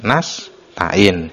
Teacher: seperti diam sejenak antara sin dan ta di kata nastain. Jadi di nastain ini seharusnya dibaca langsung, tapi ada pemisah antara sin dan ta.